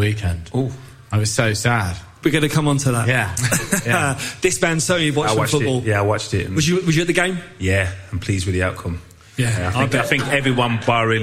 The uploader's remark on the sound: Live Show. They test their knowledge with a pub quiz, FaceTime some of their famous friends and answer questions from the audience in this end of season All To Play For extravaganza.